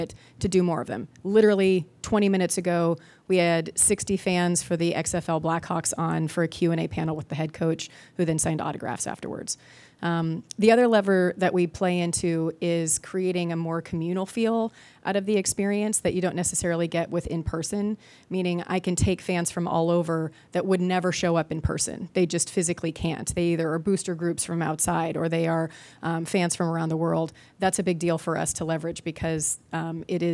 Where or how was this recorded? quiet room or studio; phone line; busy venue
busy venue